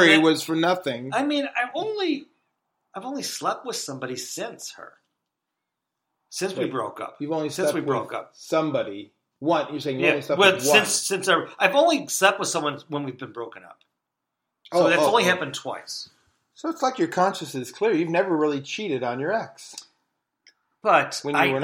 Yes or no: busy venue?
no